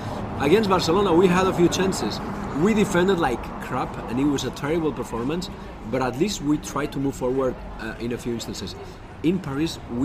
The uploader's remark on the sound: This podcast was recorded in a beautiful outdoor patio in Paris on Sunday evening.